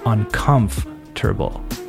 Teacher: divide it into four different parts uncomfortable, uncomfortable, with the emphasis on the second part